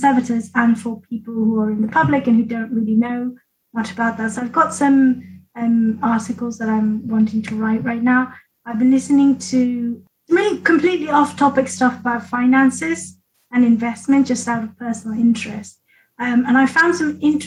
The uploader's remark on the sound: We kick off season ten with a Zoom get-together!